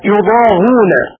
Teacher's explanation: بحذف الهمزة مع ضم الهاء